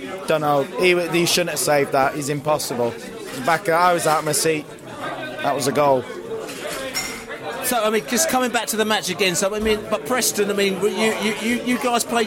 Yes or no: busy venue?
yes